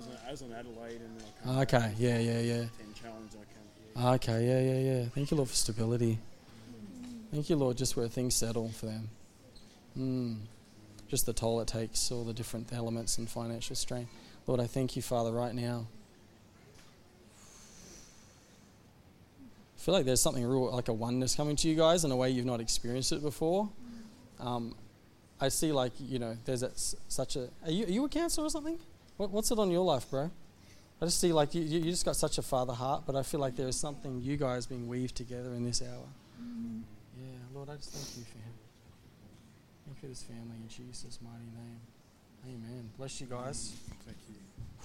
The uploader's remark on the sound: A message from Zion Church on Australia's Gold Coast. In Tallebudgera.